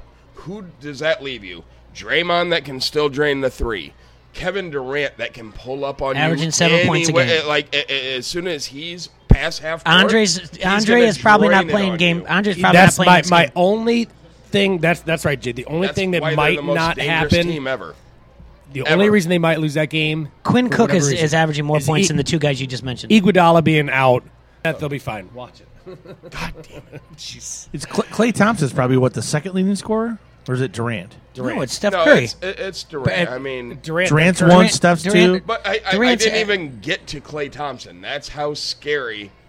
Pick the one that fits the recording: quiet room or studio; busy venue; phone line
busy venue